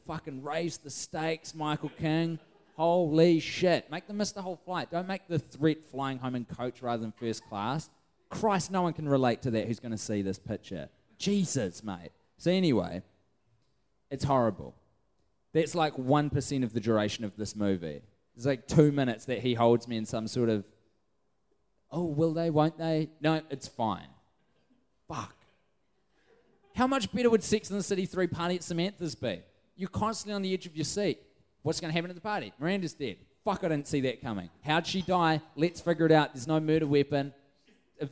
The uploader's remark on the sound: Recorded in front of a live audience in downtown Auckland at The Montecristo.